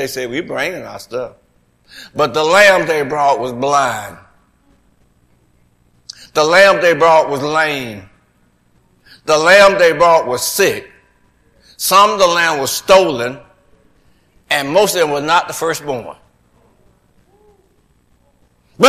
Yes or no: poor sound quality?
no